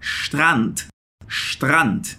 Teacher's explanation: Qual que é o som desse D no final? É um som de T, né?